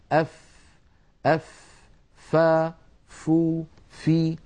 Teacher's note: فالفاء لا تخرج من ظاهر الشفة بل من باطنها